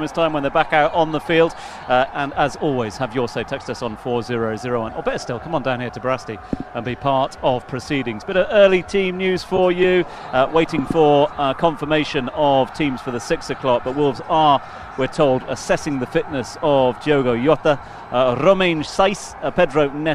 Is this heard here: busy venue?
yes